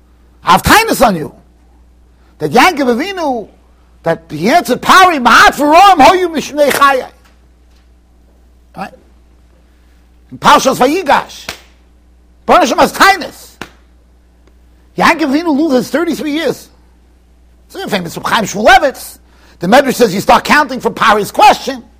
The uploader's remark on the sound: Shiur recorded in Yeshivas Ohr Reuven, Monsey NY.